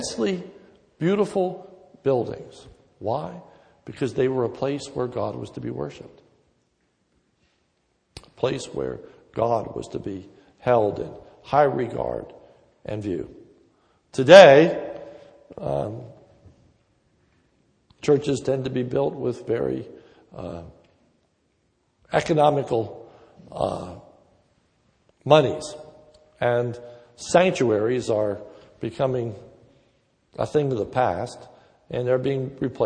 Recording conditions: large echoing room